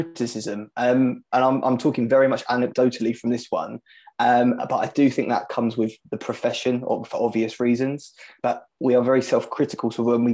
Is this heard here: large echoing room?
no